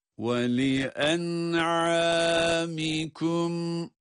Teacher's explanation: sonda cezimli bir mim ve bu mimi okurken de gunne sesini elbette ki duyurmamız, çıkarmamız lazım